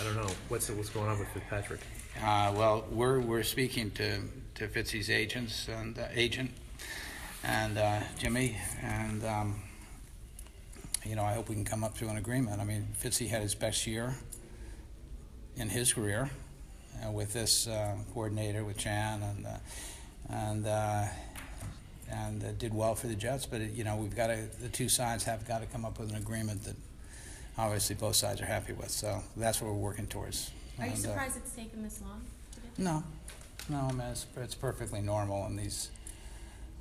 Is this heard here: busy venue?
yes